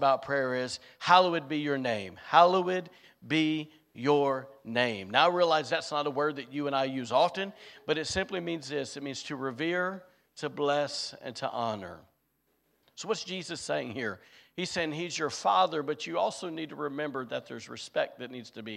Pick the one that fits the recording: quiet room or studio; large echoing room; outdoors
large echoing room